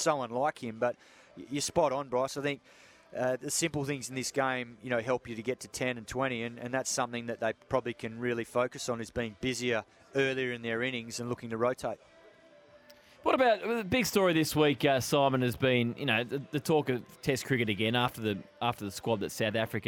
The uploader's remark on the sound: joins the boys live from the SCG